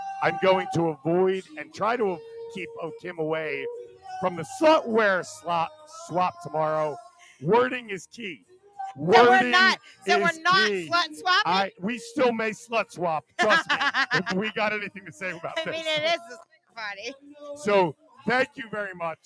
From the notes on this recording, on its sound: LIVE from the Club Giggity Hotel Takeover